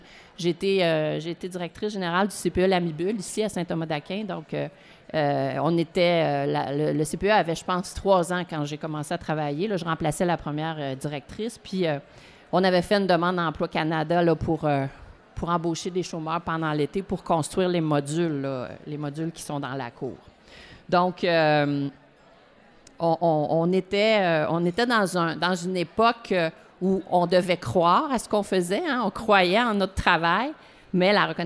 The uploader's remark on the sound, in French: Enregistré lors du dernier congrès des cadres en CPE à St-Hyacinthe.